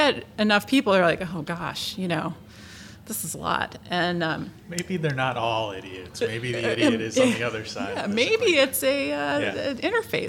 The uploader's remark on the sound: Live From Agile Midwest - Technically Speaking Podcast